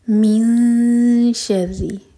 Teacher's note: شین کے لیے اخفا، تو میک شیور کہ دو سیکنڈس کا ٹائم دیں اور شین کے لیے زبان تیار کریں، نون کی آواز کو چھپائیں